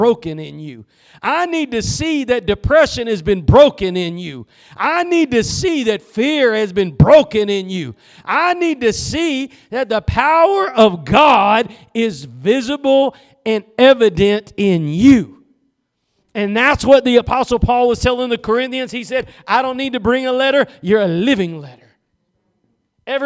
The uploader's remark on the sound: Preached at Gospel Lighthouse in Bossier City, La.